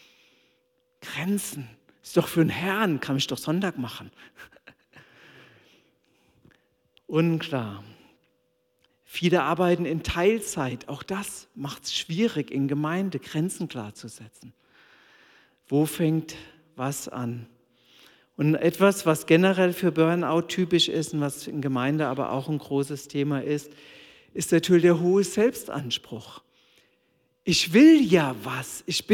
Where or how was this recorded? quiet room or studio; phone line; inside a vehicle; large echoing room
large echoing room